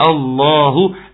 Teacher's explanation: قل هو الله تفخيم لام الجلالة